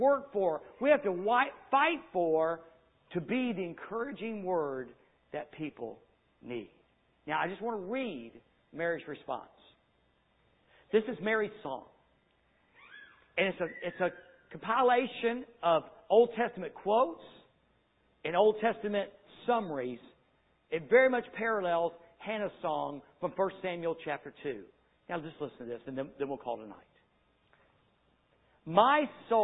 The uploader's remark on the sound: Sunday Evening Service